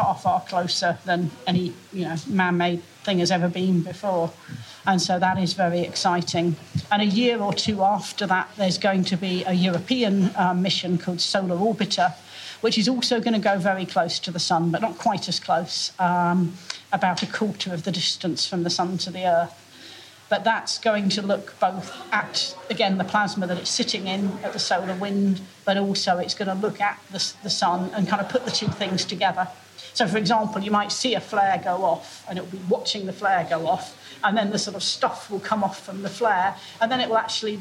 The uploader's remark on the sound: we’re live at the world famous Jodrell Bank Observatory in Cheshire for the Bluedot science and music festival 2018